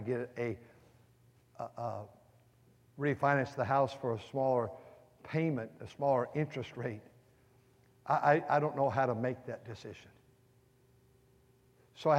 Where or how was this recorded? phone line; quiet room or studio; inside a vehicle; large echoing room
large echoing room